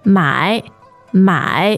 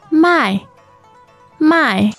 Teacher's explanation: So the difference is 买 to buy is the third tone, and to sell 卖 is the fourth.